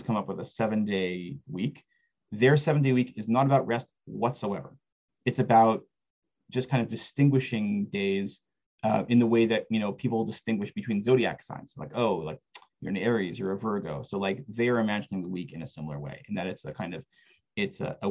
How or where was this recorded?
video call